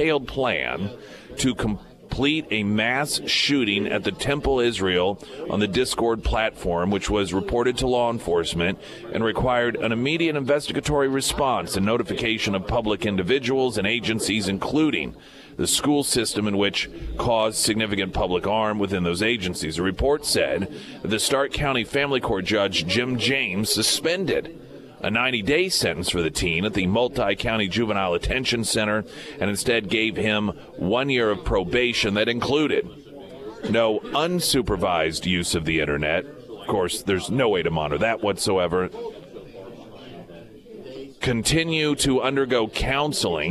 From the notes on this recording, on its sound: live at Scramblers Diner for the Friday Road Show.